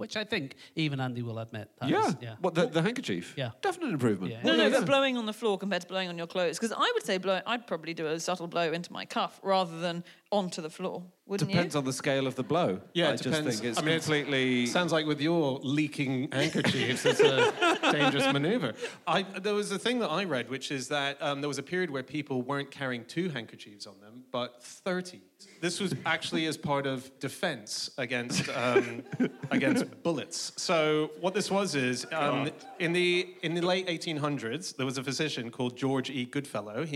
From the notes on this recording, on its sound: Live from the Bloomsbury Theatre, London